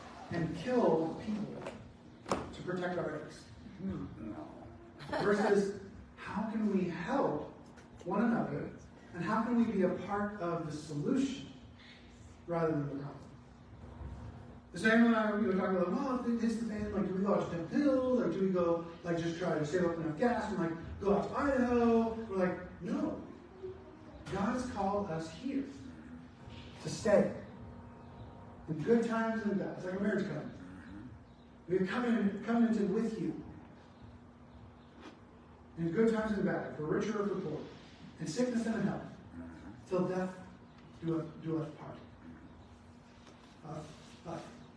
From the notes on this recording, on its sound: Apologies on the bad audio quality